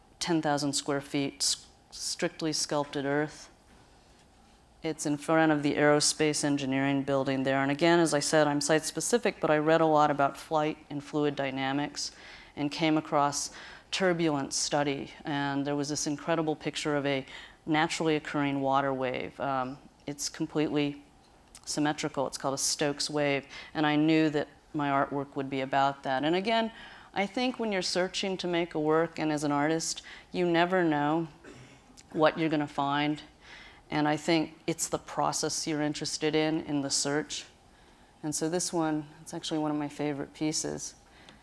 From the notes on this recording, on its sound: recorded at the Academy of Achievement's 2000 gathering in Scottsdale, Arizona